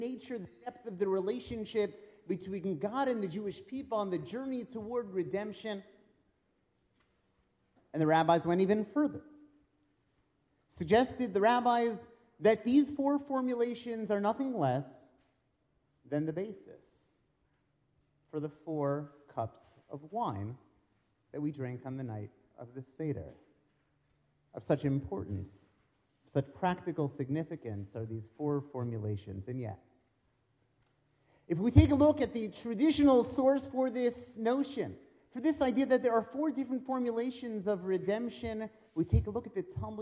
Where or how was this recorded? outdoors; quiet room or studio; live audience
live audience